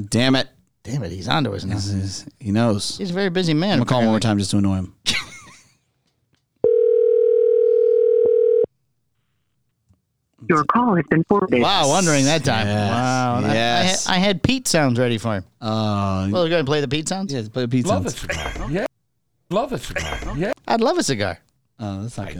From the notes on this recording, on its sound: Call ins from your favorite characters! A first FB live!!